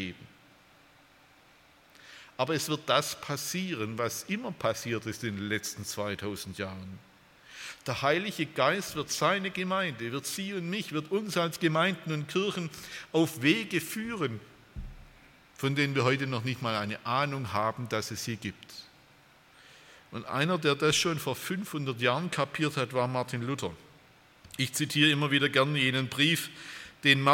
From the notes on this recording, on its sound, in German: bei einer Veranstaltung der Liebenzeller Mission